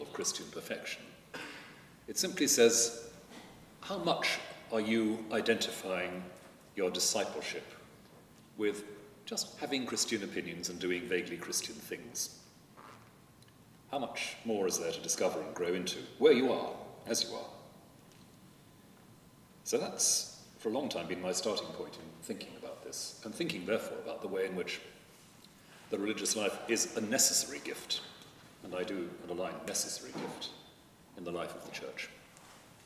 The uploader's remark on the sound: At a recent gathering at Lambeth Palace. This podcast was recorded at a gathering to promote the work of the Anglican Religious Communities Charitable Trust.